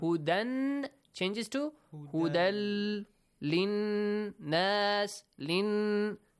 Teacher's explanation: So, Lam has a tashdid on the top that helps you understand that you have to merge the sound of Tanween into Lam. Insert the Tanween into Lam.